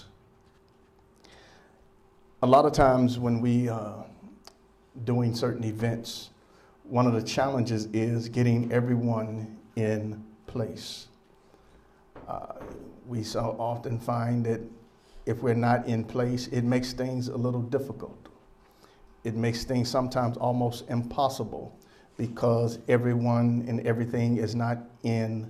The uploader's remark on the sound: Sermon preached from Wesley AME Zion Church.